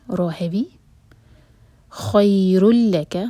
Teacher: خی اور رو کی تنوین کے بعد ہے لام تو یہ ہوگا ادغام بغیر غنہ کا